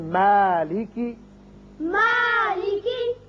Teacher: میم جو ہے یہ باریک پڑھا جانے والا حرف ہے، اس کی وجہ سے الف بھی باریک ہوگا